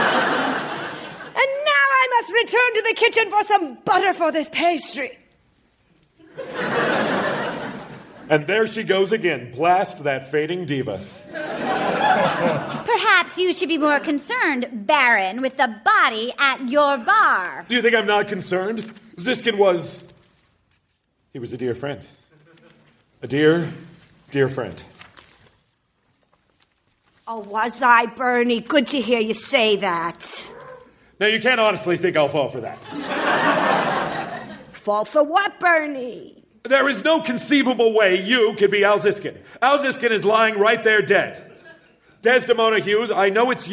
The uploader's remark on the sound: Recorded Live 1/10/2014 at Largo, Los Angeles.